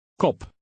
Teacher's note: The letter P in Dutch is softer than in English.